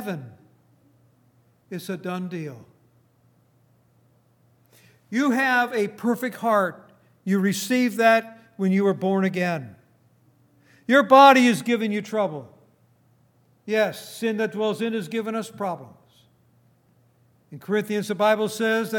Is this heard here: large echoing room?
yes